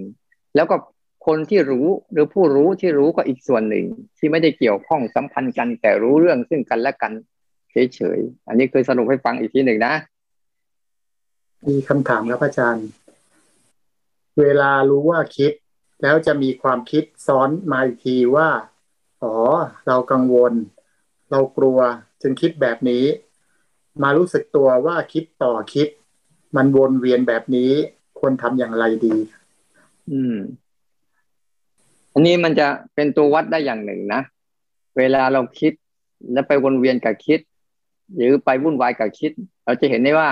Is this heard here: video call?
yes